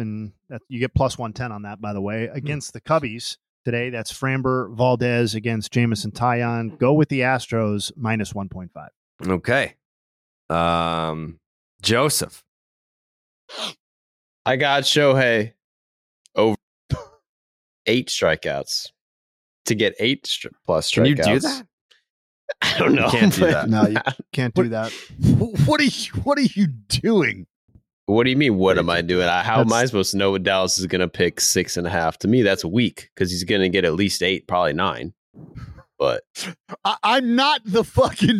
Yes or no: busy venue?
no